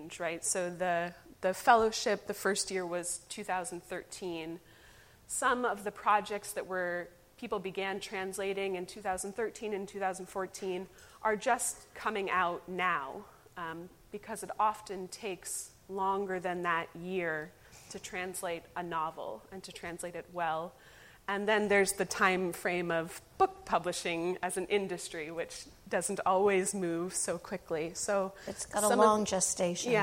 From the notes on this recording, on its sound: Recorded live at the Yiddish Book Center's Community Open House in October 2019. Yiddish Book Center Amherst, Massachusetts.